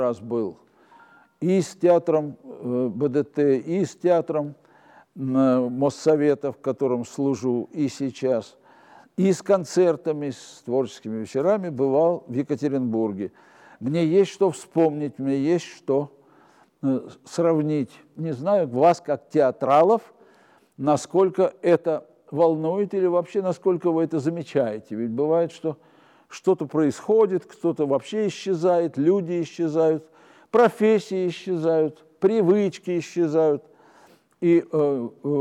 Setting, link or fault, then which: setting, live audience